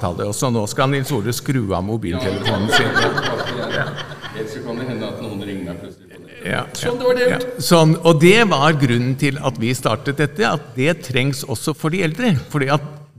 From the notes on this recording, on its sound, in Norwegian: Hvite Menn som pusher 80 gjør live opptak oå Maihaugenkonferansen.